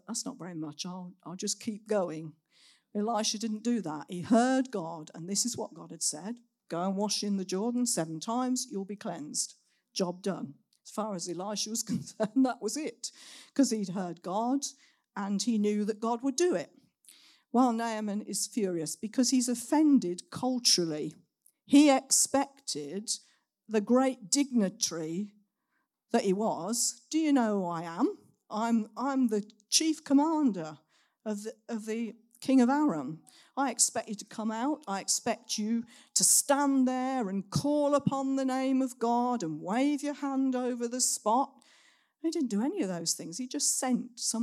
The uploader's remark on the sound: Recorded at Saxon Hall on Sunday 15th October 2023